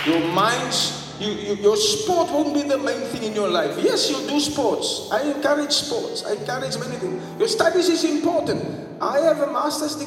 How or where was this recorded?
large echoing room